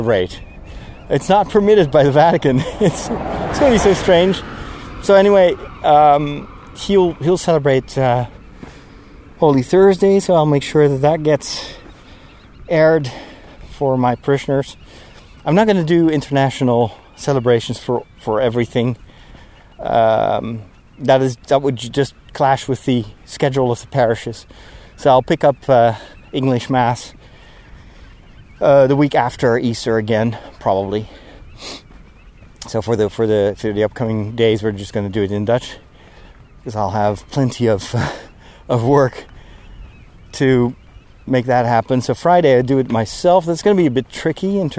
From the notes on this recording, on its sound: While walking through the unusually quiet countryside on a sunny day